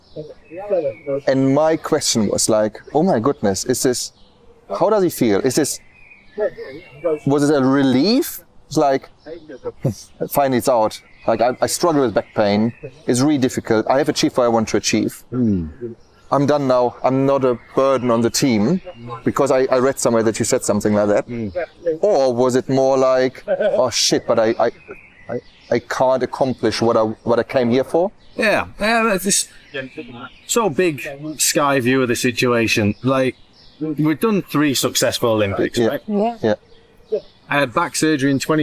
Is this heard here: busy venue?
yes